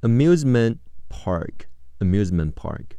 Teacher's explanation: 听力中，amusement 的特，失去爆破，不读出来